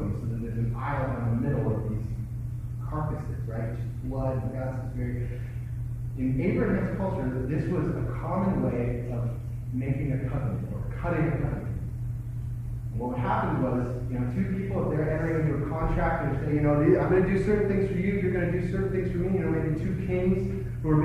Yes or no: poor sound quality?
yes